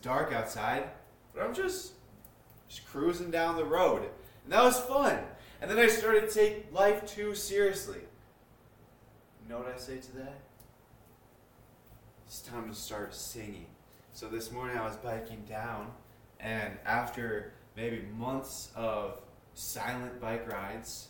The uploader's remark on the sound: Sorry about audio.